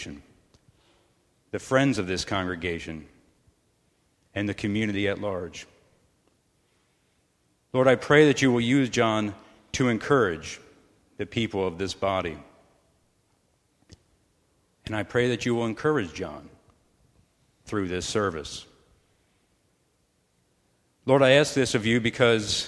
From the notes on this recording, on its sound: sermon recorded at the Lebanon Bible Fellowship Church on 9/20/2015 during the morning service